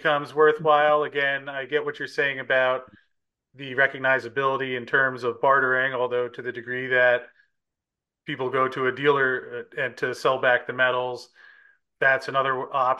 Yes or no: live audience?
no